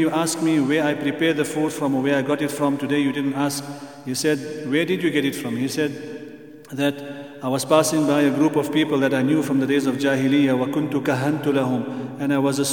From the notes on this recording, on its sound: at the Houghton Masjid (West Street)